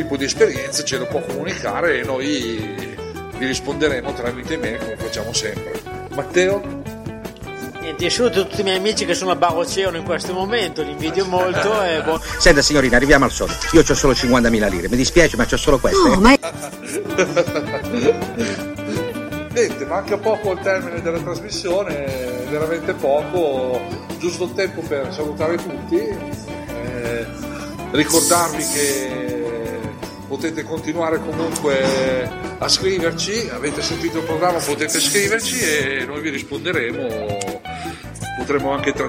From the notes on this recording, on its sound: LIVE SHOW FROM PIZZERIA IL MAGGIOLINO-(Piacenza-City).